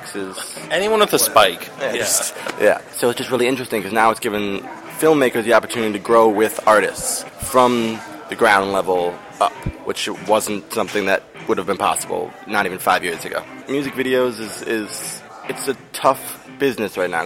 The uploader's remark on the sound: In an interview recorded at a local cafe.